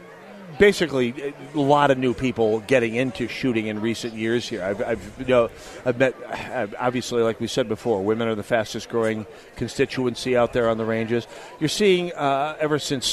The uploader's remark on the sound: Live at The Sportsmen Show!!